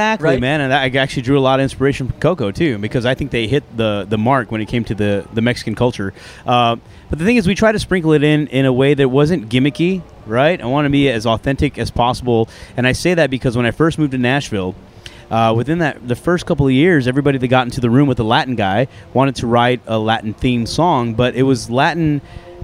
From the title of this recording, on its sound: LIVE AT COUNTRY THUNDER